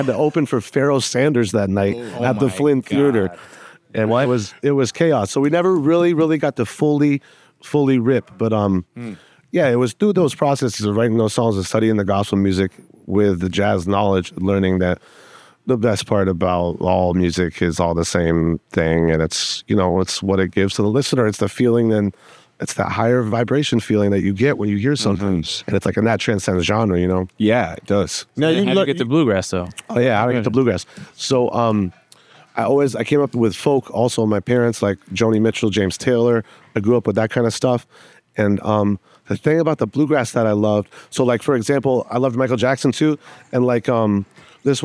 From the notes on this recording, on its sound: Featuring a performance of the piece at the end. Recorded live in New York’s West Village at the Olive tree Café during business hours.